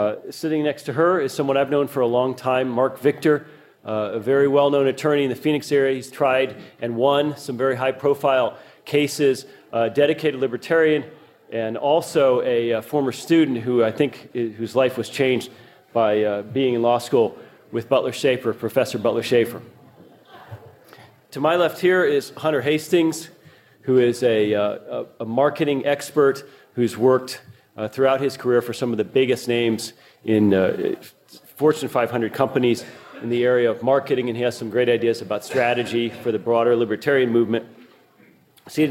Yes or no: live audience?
yes